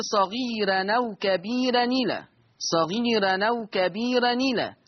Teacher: عندي اتنين راء مرققة صغيرة وكبيرة. ما هو سبب الترقيق؟ لأنها مفتوحة ومسبوقة بياء مادية